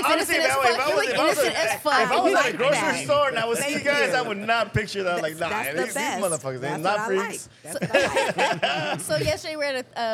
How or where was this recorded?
busy venue